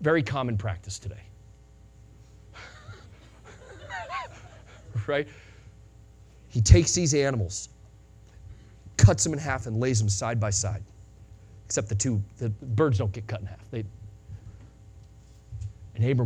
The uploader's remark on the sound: Sunday Morning Sermon Audio